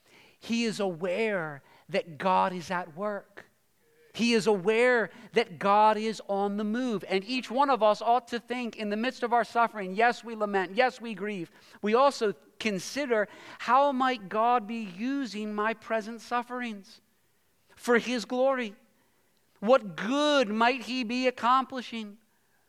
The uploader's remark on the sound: Preached this sermon at Covenant Fellowship Church on March 12, 2023.